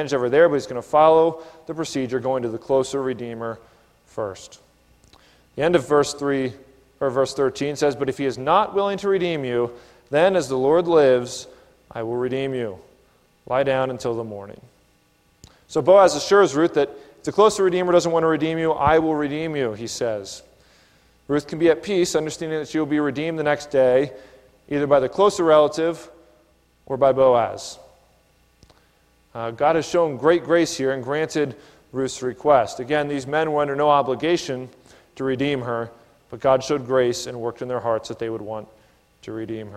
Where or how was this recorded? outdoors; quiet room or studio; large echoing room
large echoing room